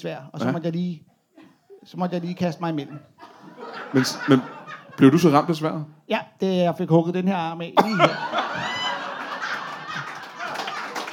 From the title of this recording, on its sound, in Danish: LIVE fra Præstø